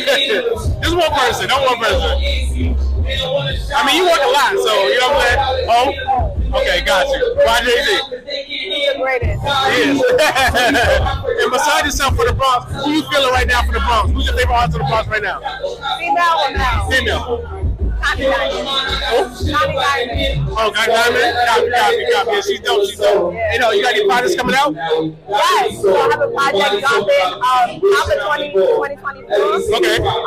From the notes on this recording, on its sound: … Concert Interview. Live at the … Ten Tape Concert.